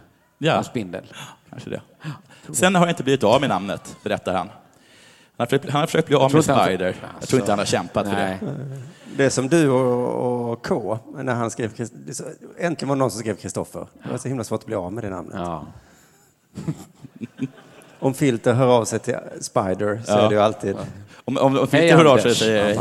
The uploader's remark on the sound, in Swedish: inspelad på Draken i Göteborg